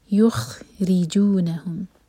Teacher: را کے نیچے کسرہ تو را باریک